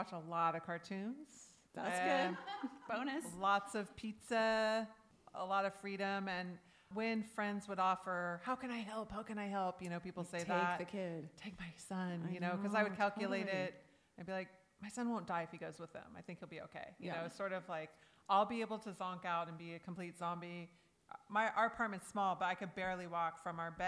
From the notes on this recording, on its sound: For the Betabrand podcast theater, recorded with a live studio audience at the apparel company's San Francisco headquarters on October 17, 2019.